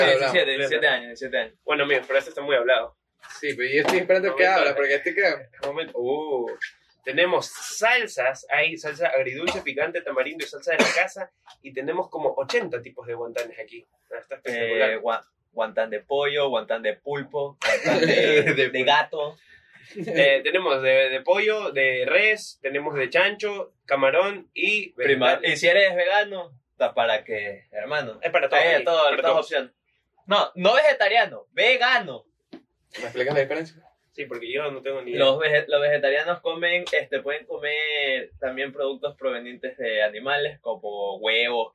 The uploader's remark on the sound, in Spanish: Sorry la calidad del audio no somos ingenieros en sonido, somos unos pendejos xd.